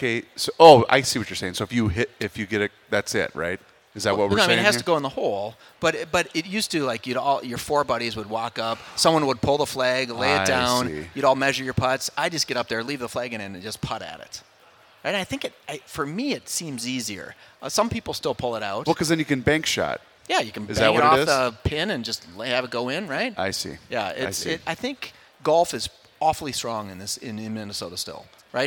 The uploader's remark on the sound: live at the 2024 MN Golf Show